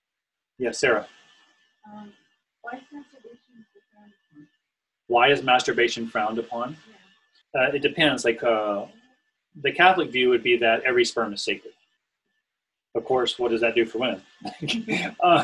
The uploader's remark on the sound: This was recorded on Zoom, with the discussion included.